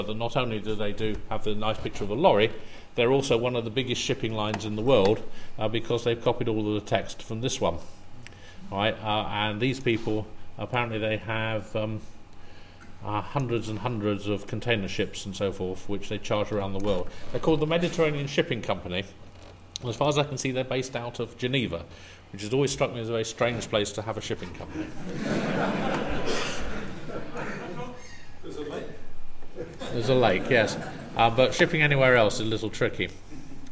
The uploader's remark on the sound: A recording from EuroBSDCon 2009